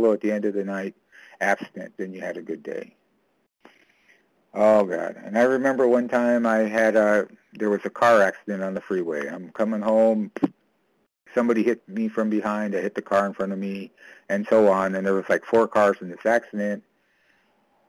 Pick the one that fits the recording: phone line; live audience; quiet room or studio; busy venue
phone line